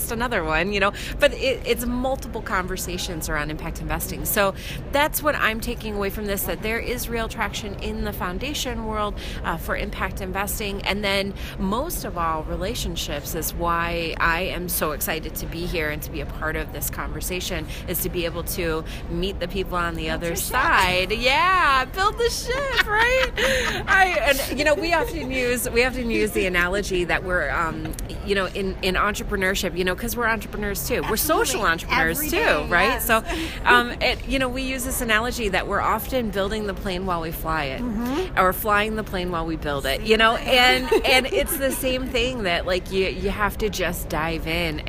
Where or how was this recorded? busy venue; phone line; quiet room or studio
busy venue